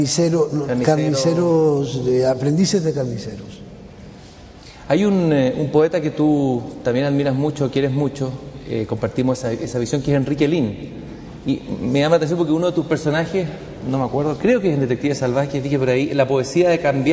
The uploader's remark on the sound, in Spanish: grabadas en la Feria Internacional del Libro de Chile, en 1999